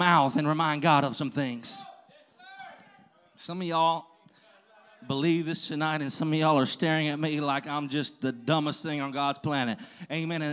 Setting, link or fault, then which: setting, large echoing room